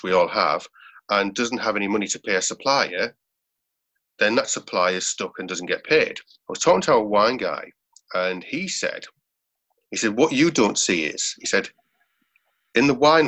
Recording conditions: video call